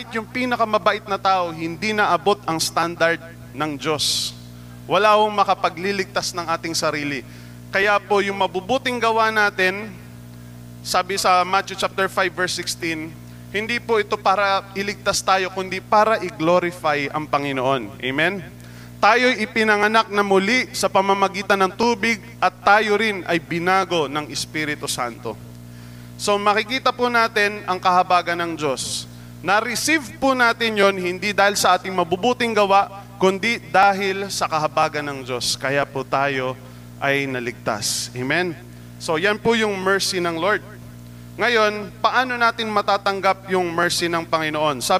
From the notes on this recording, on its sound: Recorded live at The Shepherd Of Faith Family Church on November 20, 2022.